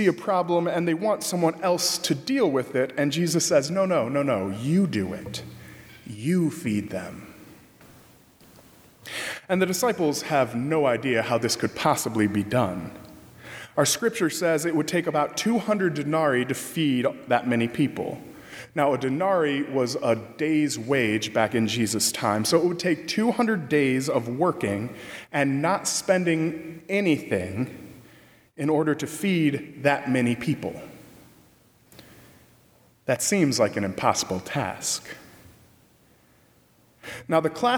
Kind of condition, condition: setting, large echoing room